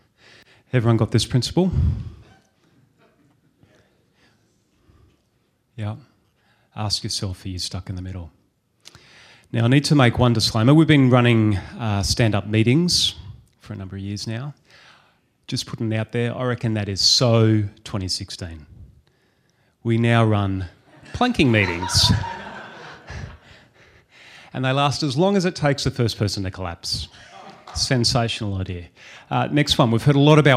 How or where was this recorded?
live audience